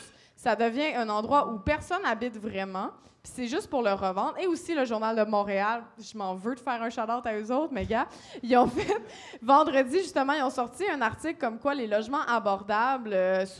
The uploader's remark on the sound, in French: Enregistré devant public. À La Cale Pub Zéro Déchet au 6839 rue St-Hubert à Montréal.